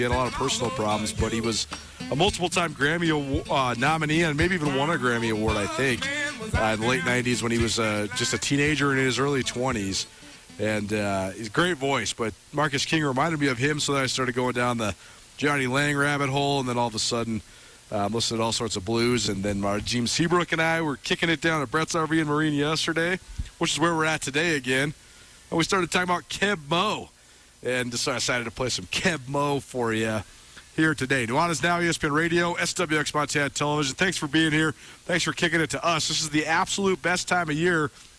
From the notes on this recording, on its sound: live on location at Bretz RV & Marine